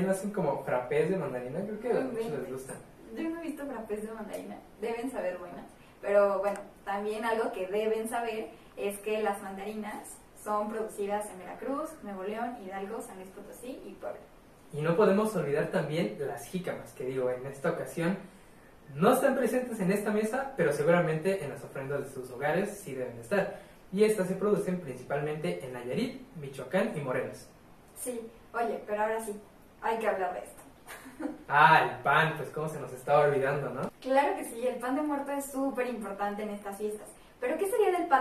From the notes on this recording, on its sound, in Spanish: Este episodio presenta problemas en el audio